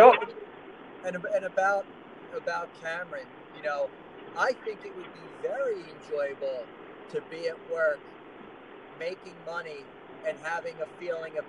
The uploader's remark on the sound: We took the opportunity to use our time on the road today to record the podcast since we both had hours of drive time in front of us. This was our first “on the road” episode.